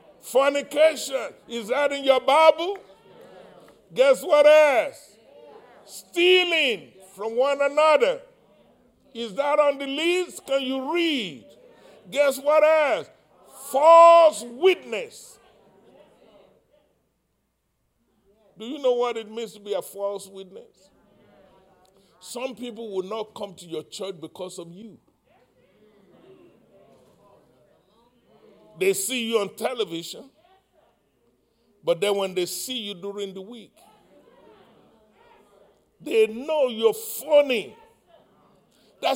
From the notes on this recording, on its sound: live-recording